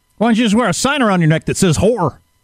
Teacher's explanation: She had the vocal fry really a little bit.